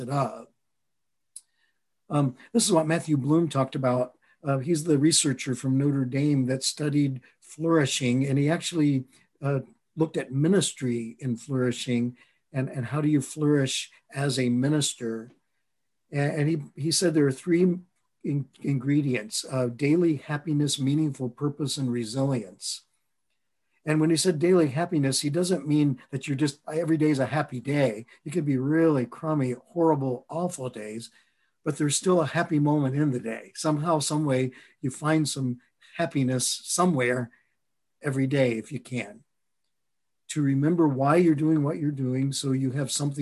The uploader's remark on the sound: a recording of a Facilitator M webinar